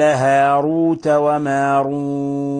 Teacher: ولاحظوا كيف فخمنا الراء في هاروت وماروت، لأن الراء مضمومة، الراء إذا ضمت أو فتحت أو سكنت ولم يسبقها يعني كسر ولا يسبقها ياء موقوف عليها فإنها تفخم.